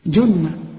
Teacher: الجيم هنا معطشة ومضمومة